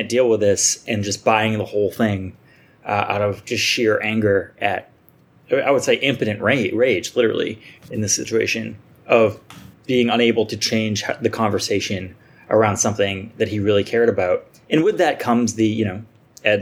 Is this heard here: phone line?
no